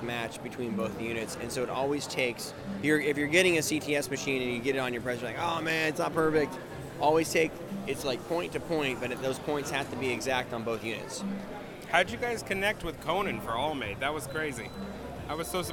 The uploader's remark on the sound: Live from ISS in Long Beach! Recorded Live at ISS 2018 in Long Beach CA.